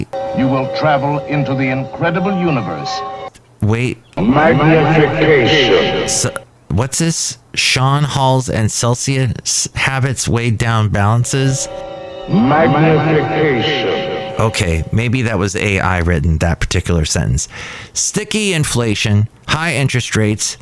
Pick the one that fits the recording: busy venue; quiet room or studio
busy venue